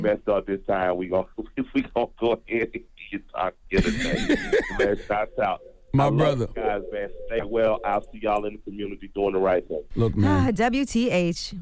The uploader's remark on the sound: So we opened up the phone lines to see what our listeners had to say